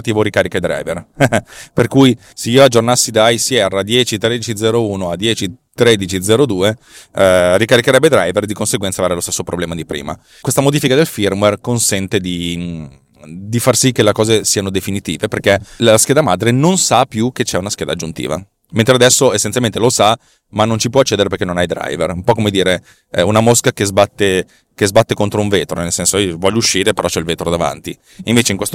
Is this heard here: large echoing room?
no